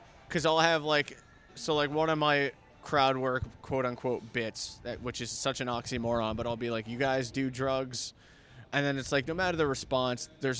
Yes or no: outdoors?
yes